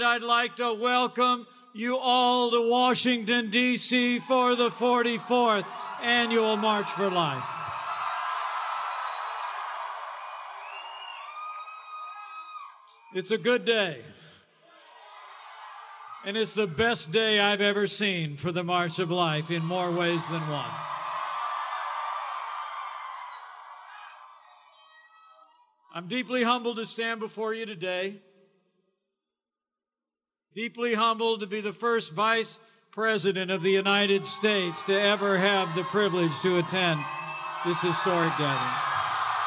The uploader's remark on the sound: Speaks at the 44th March For Life